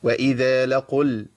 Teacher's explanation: لقوا، بص حضرتك في المصحف كده هتلاقوا ايه، في واو بعد القاف المضمومة. طيب الواو دي حذفت لالتقاء ساكنين فمالهاش ذكر عندي، بنتقل على طول من القاف إلى اللام